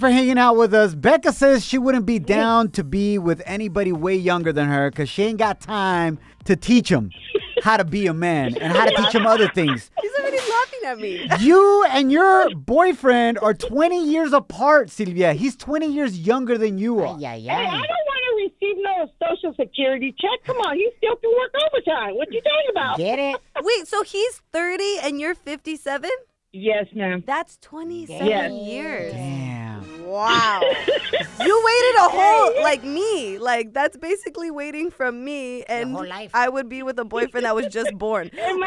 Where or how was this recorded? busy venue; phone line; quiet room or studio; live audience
phone line